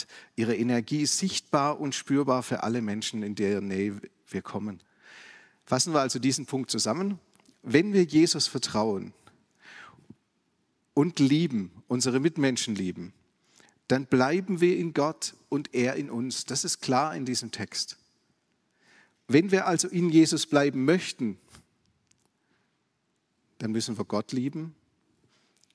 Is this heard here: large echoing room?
yes